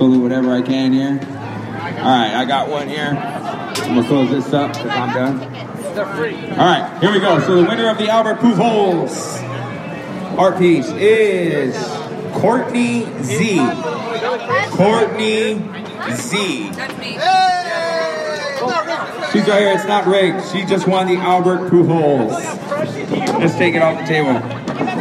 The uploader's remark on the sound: All Angels Podcast Live under the Big.